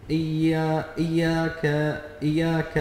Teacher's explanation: إياك إياك مد الألف وهو خطأ منتشر. إياك إياك إشباع الفتح على الكاف حتى يصير ألفا